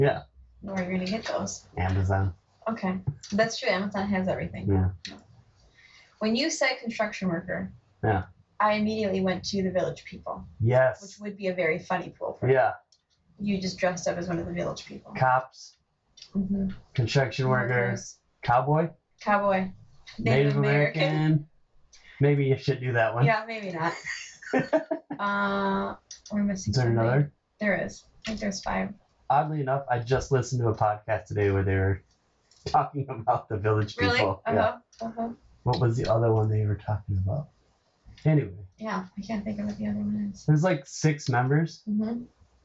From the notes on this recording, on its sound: I am really bummed that the audio quality is bad on this!